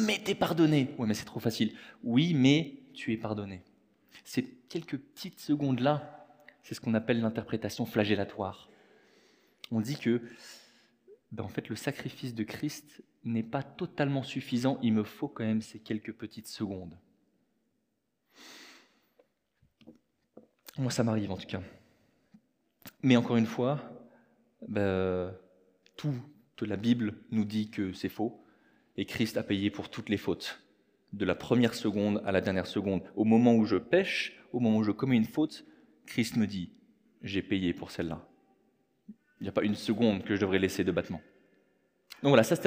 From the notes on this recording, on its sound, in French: Enregistré à l'église CVV.